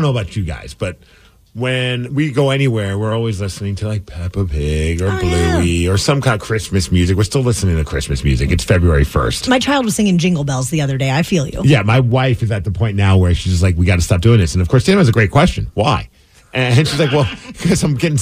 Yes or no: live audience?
no